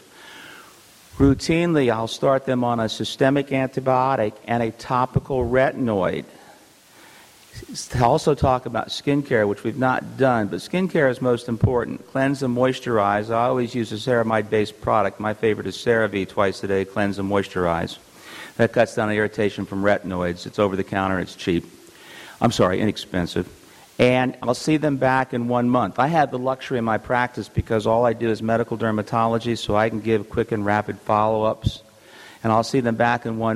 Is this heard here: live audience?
yes